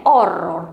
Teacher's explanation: E diciamo anche horror perché l'H in italiano non si pronuncia, non si aspira